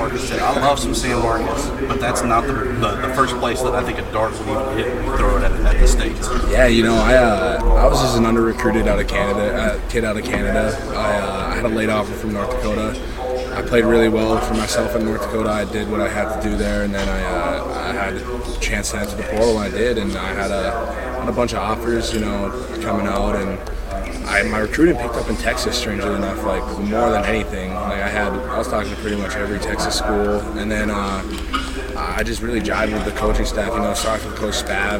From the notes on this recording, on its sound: FunBelt Podcast rolls in off Bourbon Street for a second day of Sun Belt Conference Media Days